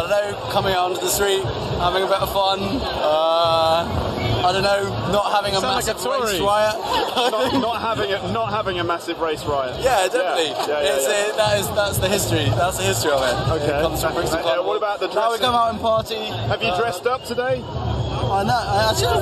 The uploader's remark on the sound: the audio track from a video I did in 2009 at the Notting Hill Carnival